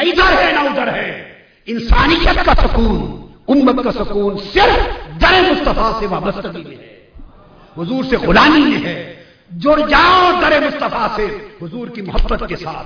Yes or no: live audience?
yes